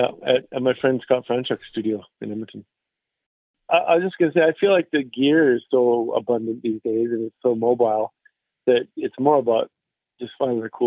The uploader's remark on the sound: We caught up on the phone